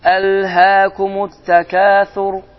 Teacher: Şəmsiyyə hərfi olduğu üçün ləm oxunmur və tə isə şəddənir. Və sözün sonunda olan ra hərfidir.